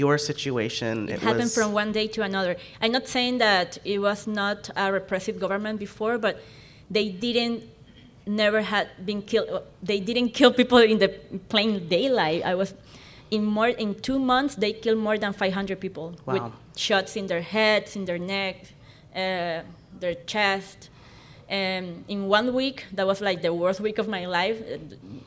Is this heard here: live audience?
yes